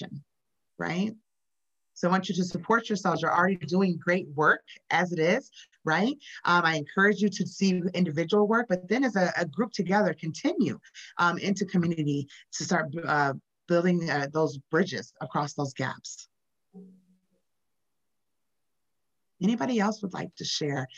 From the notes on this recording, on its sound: This conversation was recorded on Zoom.